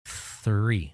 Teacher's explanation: The TH sound, as in the number 3, we create that by putting our tongue between our teeth and again blowing air, no vocal cords